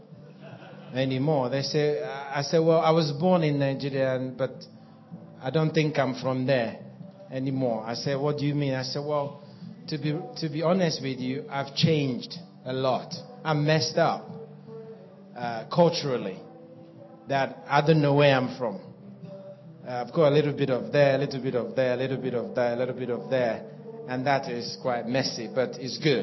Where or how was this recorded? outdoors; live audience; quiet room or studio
live audience